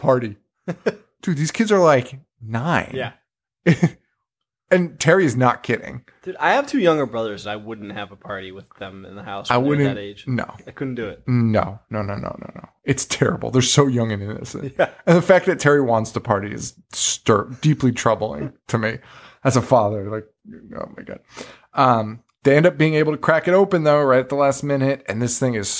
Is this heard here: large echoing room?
no